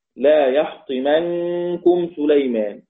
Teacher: يحطمنكم بنون ساكنة بعدها كاف إخفاء